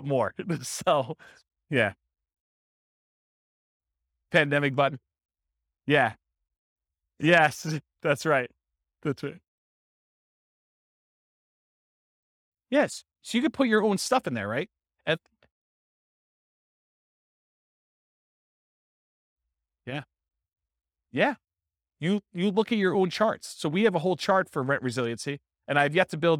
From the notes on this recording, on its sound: This was a live class recorded